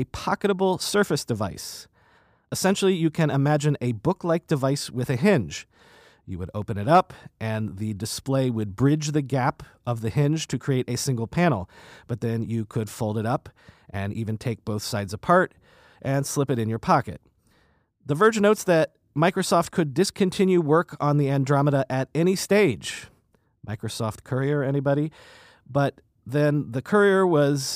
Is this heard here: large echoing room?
no